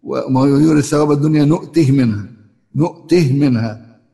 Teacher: قرأ بإسكان الهاء في نؤته